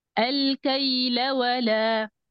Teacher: أعطينا صوت الدفع في اللام حتى تنهي المعنى